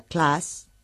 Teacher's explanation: la A de la palabra class, clase, es una A larga, mucho más similar a nuestra A